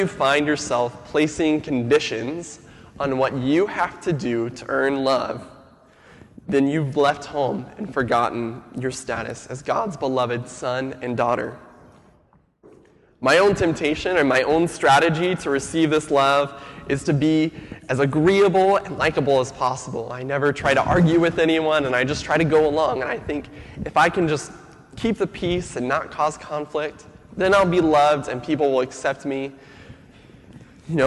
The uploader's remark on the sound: Sermon audio from FIBC Copenhagen, July 26, 2015.